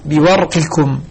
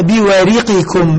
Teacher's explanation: يقول هنا الإسكان في صف حلوه، حمزة وشعبة وأبو عمرو البصري يقرؤون فابعثوا أحدكم بورقكم هذه، إسكان الراء بورقكم. الباقون بكسرها بوريقكم